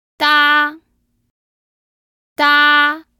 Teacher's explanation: The first tone was a high tone.